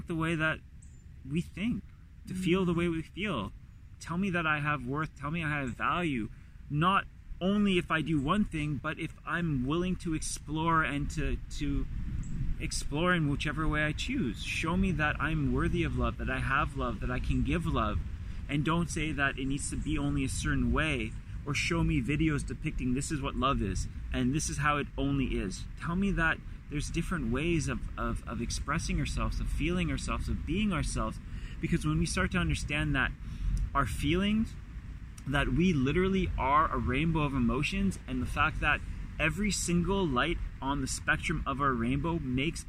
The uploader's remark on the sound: Carcast